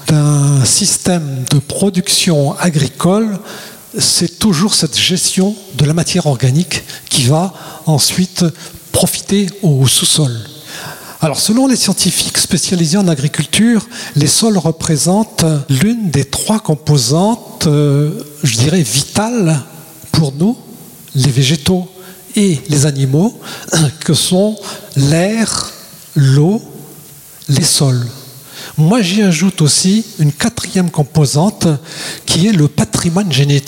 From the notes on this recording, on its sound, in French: Conférence organisée par l'Association "Les arbres pour la vie" sur le thème de l'agroforesterie.